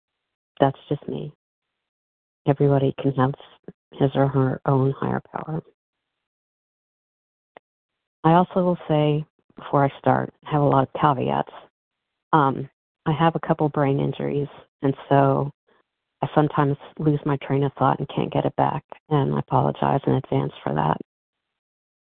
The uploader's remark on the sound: from the 100 Pounders Phone Meeting